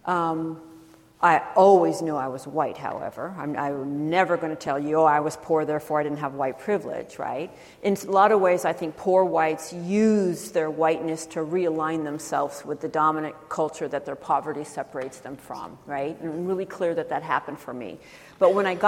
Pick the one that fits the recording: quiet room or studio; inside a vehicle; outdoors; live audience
live audience